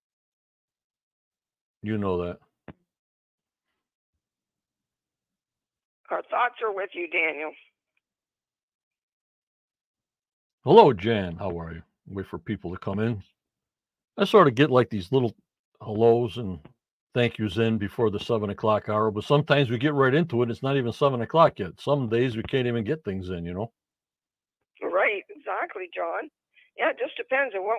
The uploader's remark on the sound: on the phone